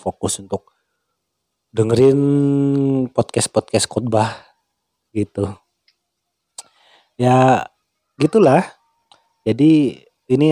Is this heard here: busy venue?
no